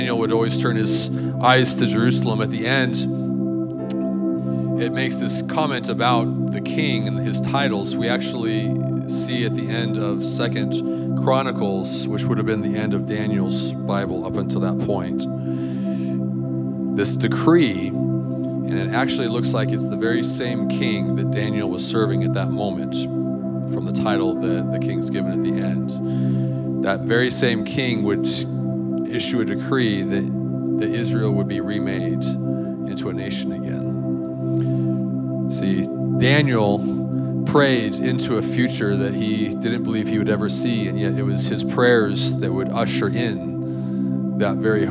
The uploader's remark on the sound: This is a recording of CSU Chi Alpha's Outpost service